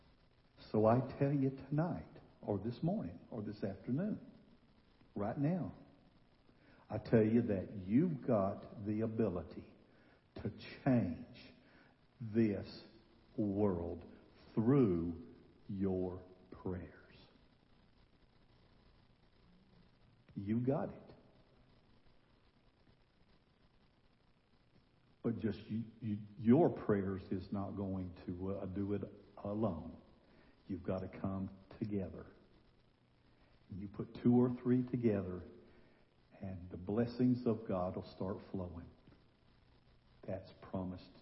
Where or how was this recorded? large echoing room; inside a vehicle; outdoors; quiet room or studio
large echoing room